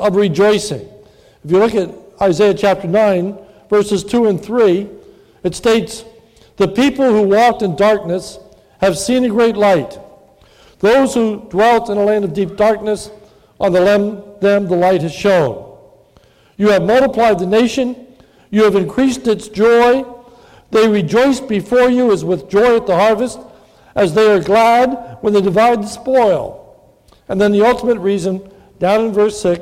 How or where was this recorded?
large echoing room